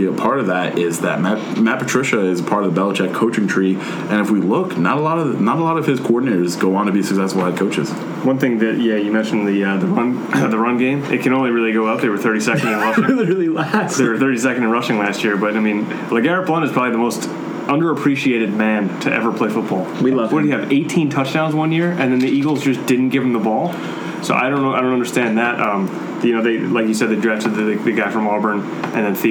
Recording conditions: background noise